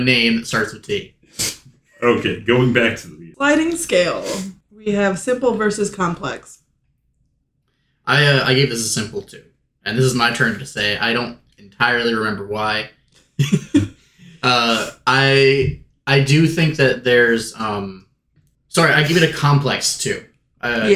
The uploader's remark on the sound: If you have difficulty with bad audio for sensory reasons, this episode may not be for you. We had to re-record the episode because our audio equipment died on us so the volume is all over the place here.